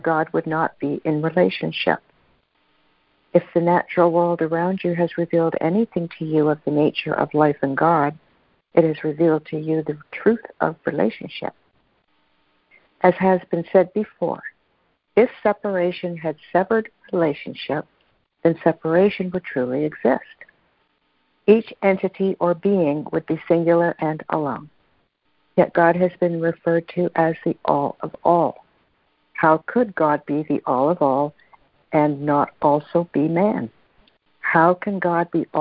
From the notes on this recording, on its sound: CONF CALL. A Course in Miracles [ACIM] Students are joining together on a Free Conference Call.